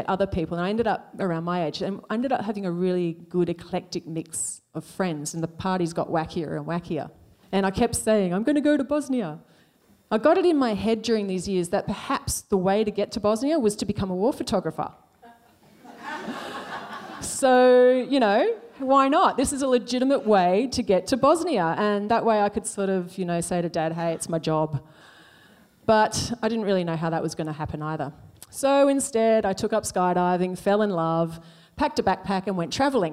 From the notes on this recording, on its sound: These stories were originally performed at SPUN, a live storytelling night held in Darwin. Present a night of vulnerable storytelling in front of a live audience. With live music.